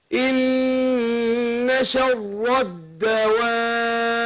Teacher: هنا عندنا المد في الدواب ست حركات · Term: مد لازم